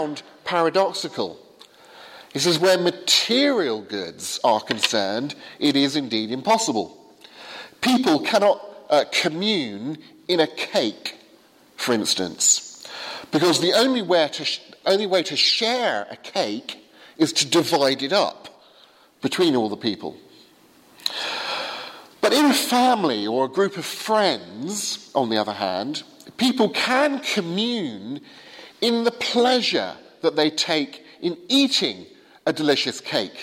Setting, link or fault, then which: setting, large echoing room